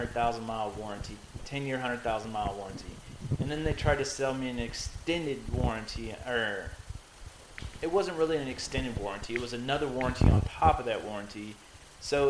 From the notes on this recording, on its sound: This time with all 4 members. The quality is still not exactly where we want it on the audio side.